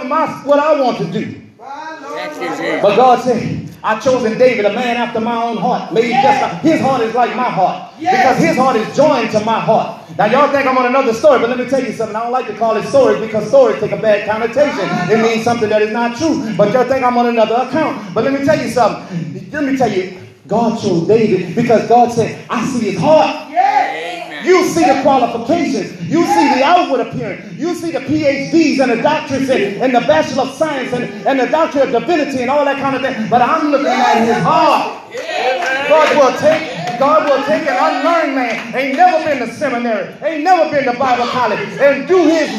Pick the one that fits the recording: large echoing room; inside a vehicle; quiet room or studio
large echoing room